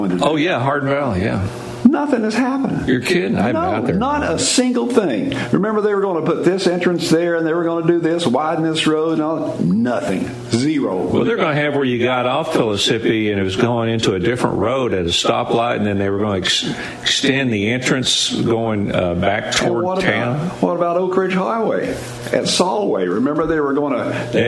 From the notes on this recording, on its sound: LIVE from Daytona International Speedway!